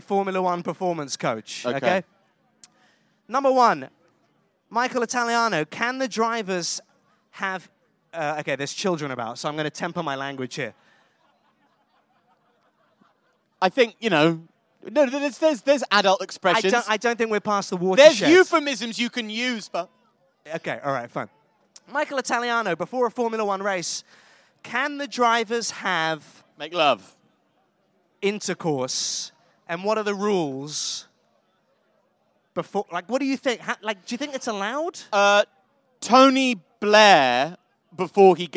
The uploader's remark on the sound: Live From The Silverstone Grand Prix. Record live from the track in front of an audience.